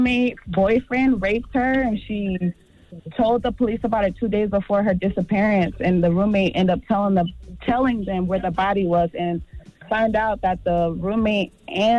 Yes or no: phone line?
yes